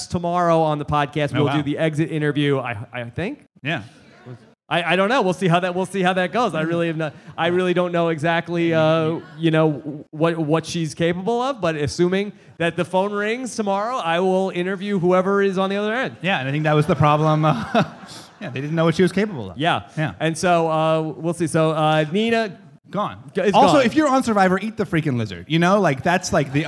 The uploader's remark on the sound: LIVE from the Gotham Comedy Club in NYC.